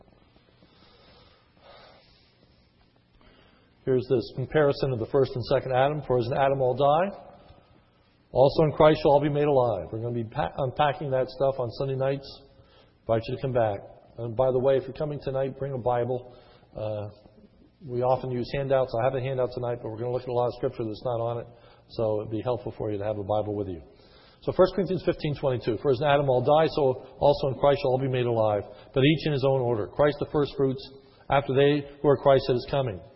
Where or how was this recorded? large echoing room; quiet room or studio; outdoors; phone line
large echoing room